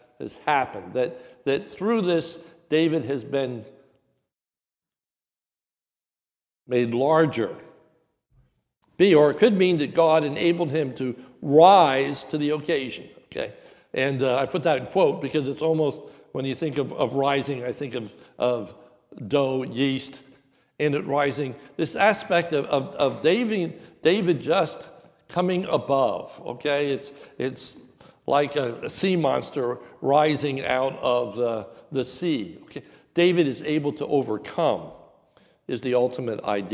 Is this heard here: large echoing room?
yes